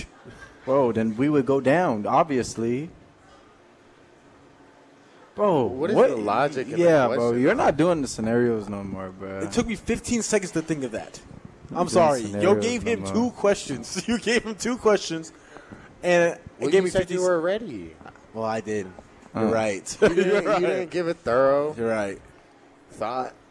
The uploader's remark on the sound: Live from Daq Shack!